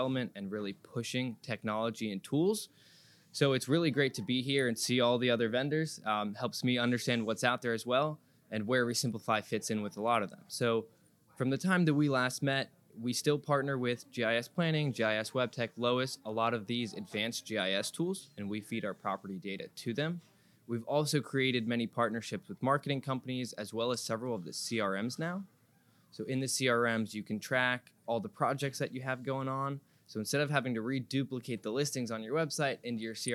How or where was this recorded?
busy venue